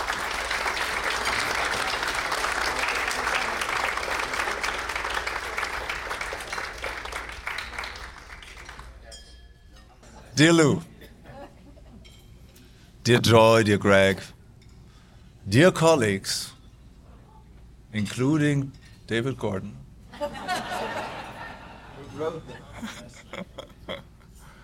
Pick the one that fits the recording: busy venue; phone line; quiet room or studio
busy venue